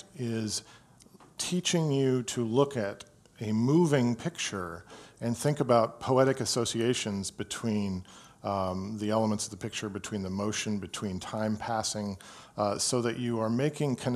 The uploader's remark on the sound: Live at Hales Ales